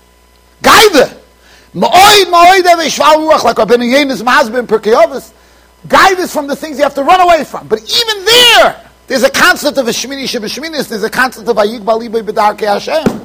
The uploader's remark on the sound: Shiur recorded in Yeshivas Ohr Reuven, Monsey NY.